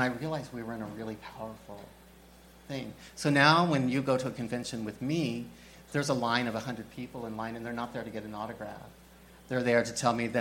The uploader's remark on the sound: There's a catch: it's LIVE! As part of Fantastic Fest's queer horror sidebar.